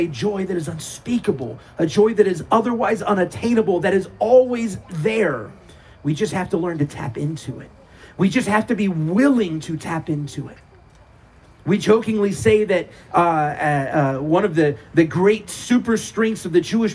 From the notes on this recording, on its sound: Our service under our giant Sukkah on the CMC property. This was an outdoor service, so please forgive any random noises such as traffic going by.